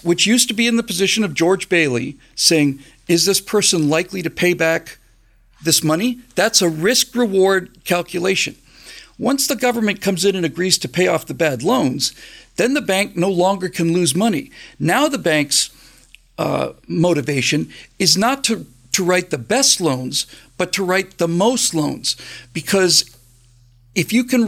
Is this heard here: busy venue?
no